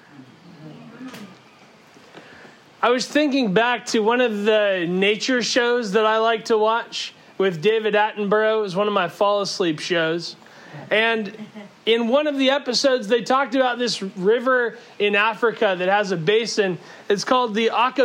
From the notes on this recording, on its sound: Our apologies that it sounds like we are yelling. The sermon was delivered outside with no amplification.